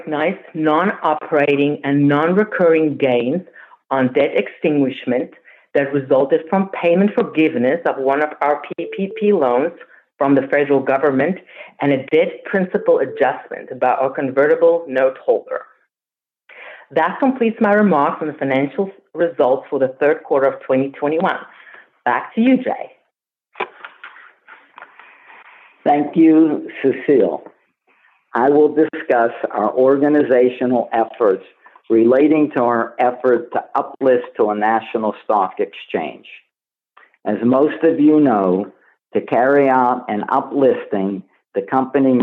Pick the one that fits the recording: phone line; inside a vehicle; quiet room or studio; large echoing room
phone line